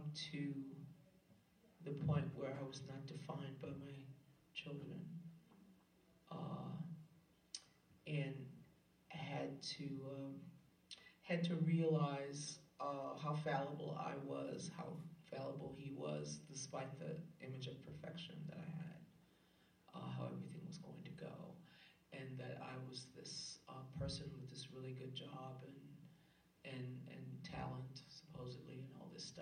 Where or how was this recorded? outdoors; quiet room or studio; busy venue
busy venue